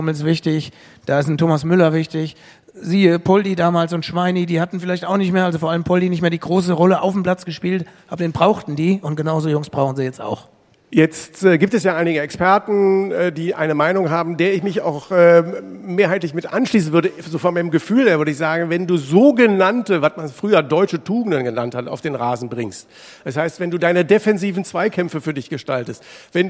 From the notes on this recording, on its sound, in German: Kickerherz Live! Podcasten vor Publikum im Designer Outlet Ochtrup im Grenzgebiet von NRW zu Niedersachsen. Ist halt Live!